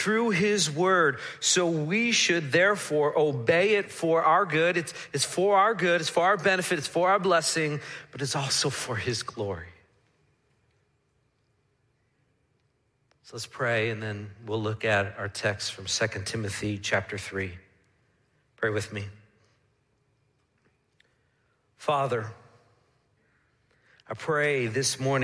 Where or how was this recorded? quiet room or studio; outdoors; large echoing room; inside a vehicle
large echoing room